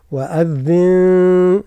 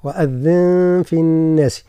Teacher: طبعا الملاحظة الأولى هي تتعلق بالغنن، عنا في قوله تعالى وأذن، النون في وأذن جاء بعدها حرف الفاء في الناس، فيقع إخفاء بغنى، والغنى مقدارها مد تقريبا